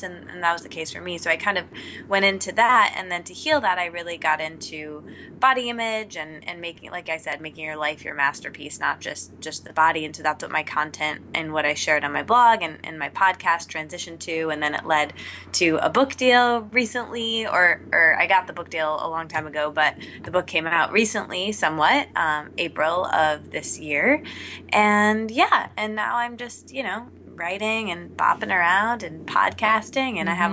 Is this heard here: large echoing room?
no